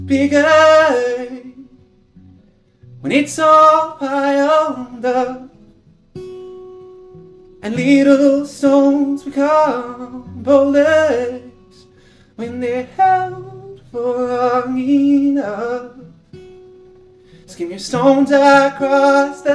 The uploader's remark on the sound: Live podcast: Poetry, Mental Health and Creative Arts in Dublin. This podcast is a little different as it was recorded in front of a live audience.